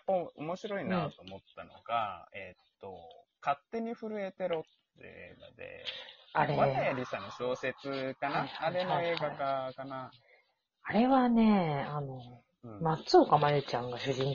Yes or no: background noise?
yes